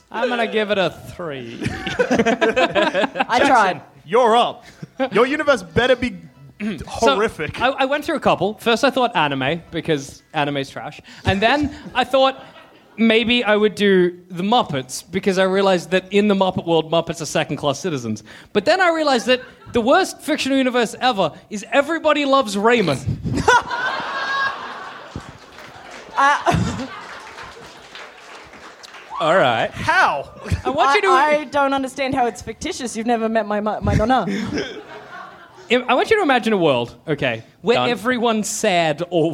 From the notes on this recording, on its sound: Our first ever live show recorded at the Eureka Hotel in Melbourne in 2015.